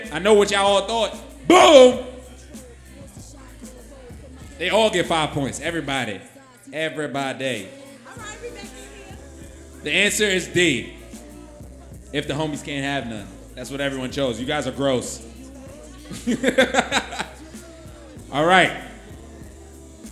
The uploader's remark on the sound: UDopeLive at 333 Lounge. We had a live show. On this episode we played University of Dope live with audience members.